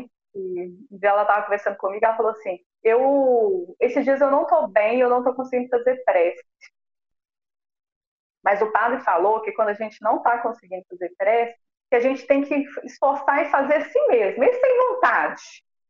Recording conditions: poor sound quality